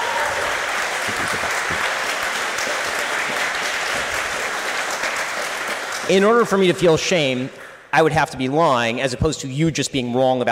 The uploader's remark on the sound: Answers questions from the audience at the Oxford Union. This is an edited version of the Debate.